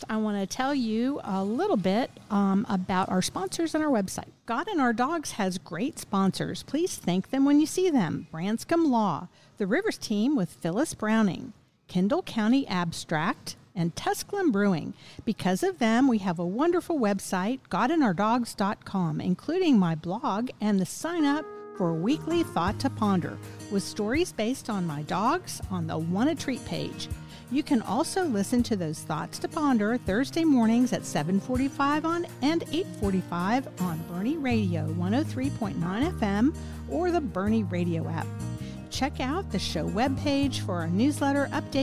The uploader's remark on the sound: Recorded at Tusculum Brewing Company